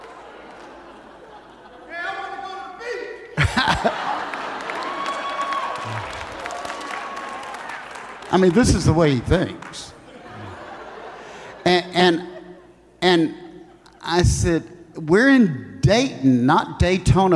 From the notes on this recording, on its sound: Recorded live at The Hub on 8/15/20. The Oasis Church, Middletown Ohio.